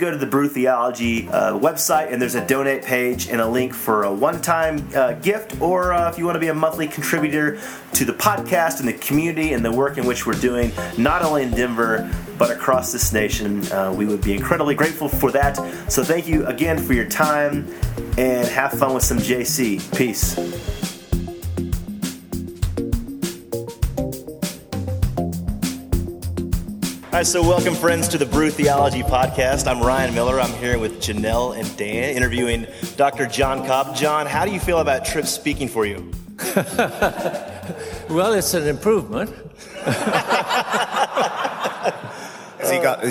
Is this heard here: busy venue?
yes